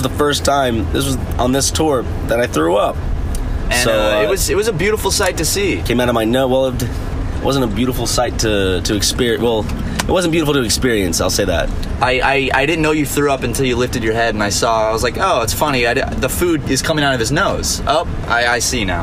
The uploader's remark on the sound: Use an iPhone to record a podcast because they were on tour and apparently "very busy". Their journey through the Orlando Aiport!